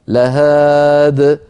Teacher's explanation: فإن وقفنا على الكلمة الأولى من هذا المثال القرآني اضطرارا أو اختبارا نقف عليها لهاد من غير ياء في آخرها